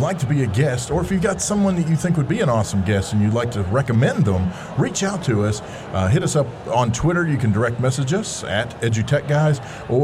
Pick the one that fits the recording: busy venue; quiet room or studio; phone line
busy venue